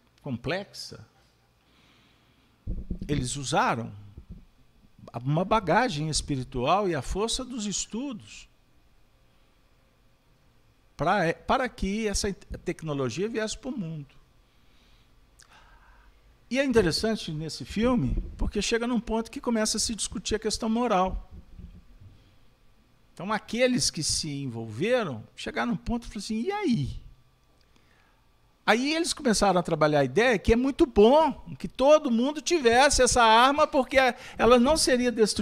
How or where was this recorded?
live audience